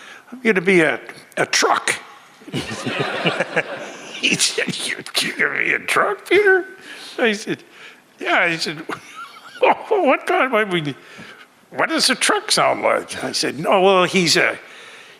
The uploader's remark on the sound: audio from our panel at FanExpo Philadelphia last year